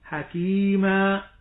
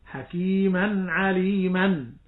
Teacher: ومنه أيضا حرف المد الألف التي تبدل من التنوين المنصوب وقفا، في نحو حكيما عليما، فعند الوقف حكيما، الألف هي مد طبيعي حليما، لكن عند الوصل حكيما عليما فتجد أن النطق بالتنوين وهو نون ساكنة، فزال المد · Shown in: second take · فإن سئلت عن المد في حكيما فقل هو مد طبيعي ثابت وقفا لا وصلا.